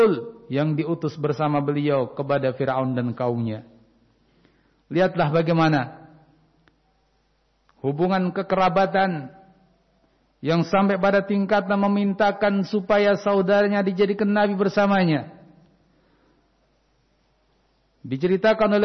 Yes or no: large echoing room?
yes